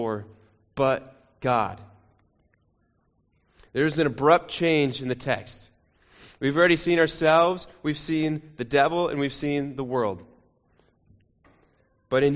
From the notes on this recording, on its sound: Sermon recording from Sunday 2 Jul 2023